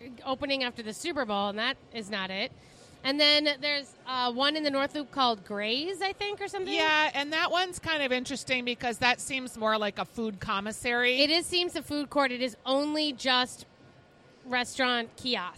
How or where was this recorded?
busy venue